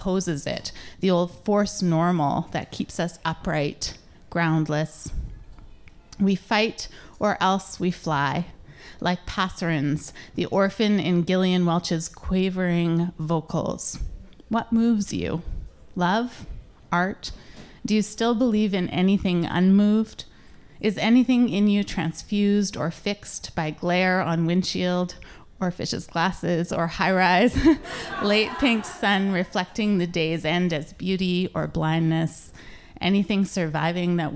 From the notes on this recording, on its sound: The Christmas special of the live podcast. An unprecedented round-table. At Edmonton’s loosest, gut gushing-est, and Dostoyevskyesque-est live podcast recording.